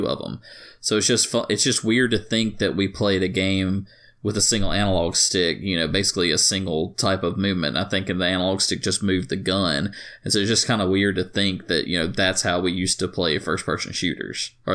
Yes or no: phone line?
no